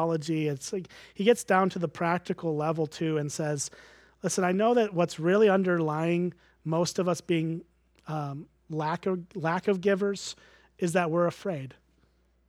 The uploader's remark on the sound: at Springbrook Church in Antigo, WI